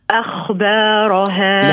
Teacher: يقولون إن حرف الخاء حرف المهموس. شو معناه؟ يعني يجري معاه النفس، يعني مش ينحبسوا معاه النفس. كي نقولوا هكا أخ، ركز على الصوت، أخبارها أخبارها، هذا خطأ، ما جبناش أهنا، جبنا صفة الجهر.